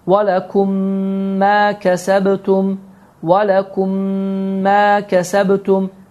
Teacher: iki mim gəlir və birinci mim oxumur, ikinci mim isə şəddələnir · Term: idğam mifleyn